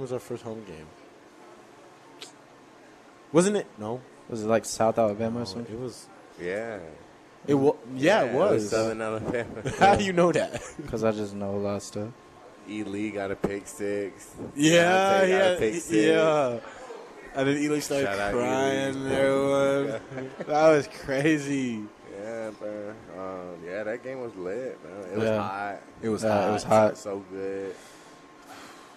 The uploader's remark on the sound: Live from Daq Shack!